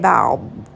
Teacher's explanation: Ayn is going to have tawassut, so roll that around in the throat just a little bit, spend a bit of time. And then dad is not a letter of qalqala, so do make sure you don't bounce on this letter. So we are stopping here with a sukoon, but make sure that you are not bouncing on this.